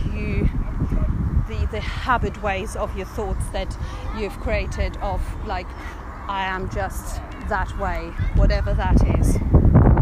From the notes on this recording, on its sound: Which I recorded on the beautiful grounds of Dinton Pastures while spending a sunny day with my kids during half term. Which I recorded on the beautiful grounds of Dinton Pastures while spending a sunny day with my kids during half term.